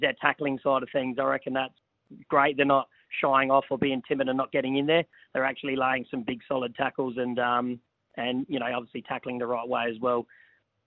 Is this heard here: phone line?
yes